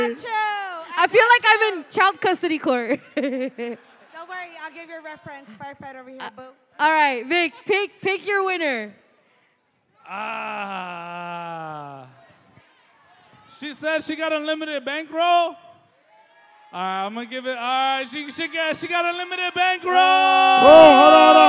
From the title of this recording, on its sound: Live At The Wiltern